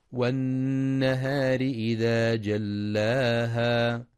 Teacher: ينتبه القارئ لغنة النون المشددة في والنهار فهي أكمل ما تكون